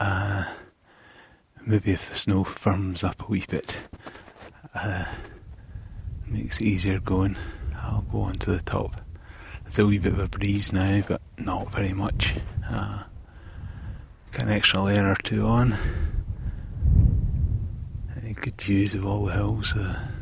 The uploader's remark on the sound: On Sunday’s walk I stopped now and again to record some audio.